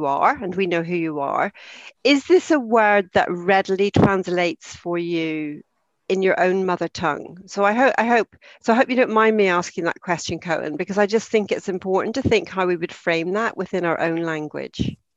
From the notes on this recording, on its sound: In this webinar recording